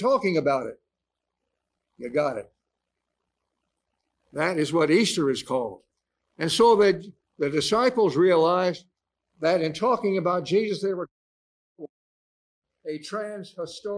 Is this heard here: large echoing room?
yes